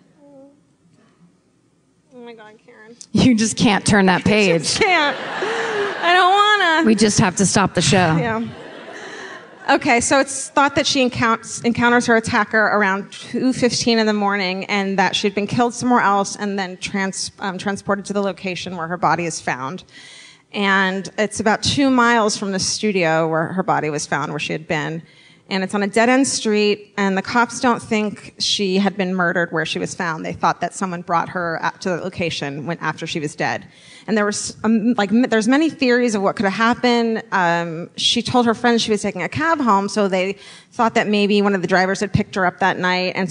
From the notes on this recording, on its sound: Live at The Neptune. Live in Seattle.